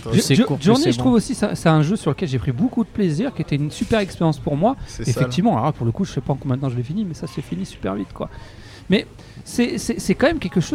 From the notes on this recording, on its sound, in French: Live au Take Away. En plus l'émission est en mode micro ouvert donc on est pas à l'abri que des auditeurs ou de parfaits inconnus viennent papoter avec nous ! Restaurant où nous avons enregistrés cette émission.